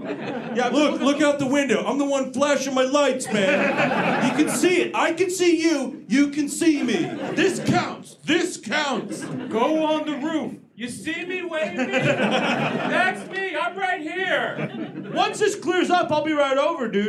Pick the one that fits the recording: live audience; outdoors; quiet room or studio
live audience